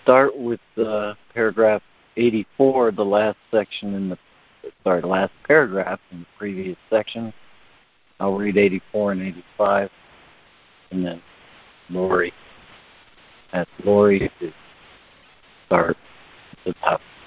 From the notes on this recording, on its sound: ACIM Daily Conference Call.